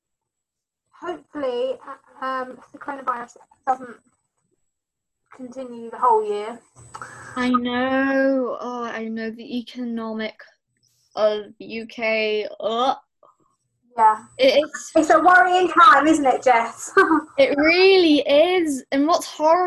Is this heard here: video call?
yes